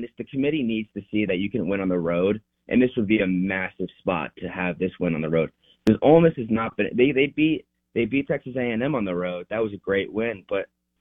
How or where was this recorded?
phone line